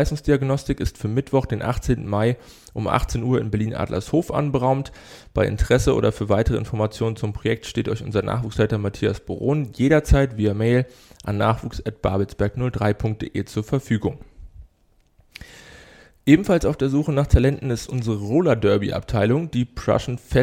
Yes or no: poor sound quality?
no